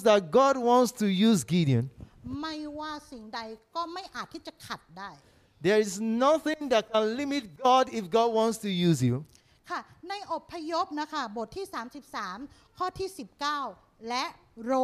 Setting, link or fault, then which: setting, live audience